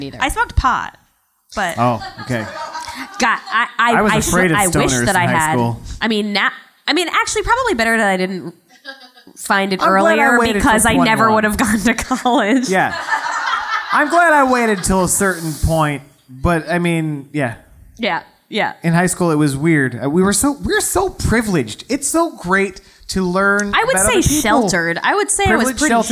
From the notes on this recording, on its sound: Live from Le Poisson Rouge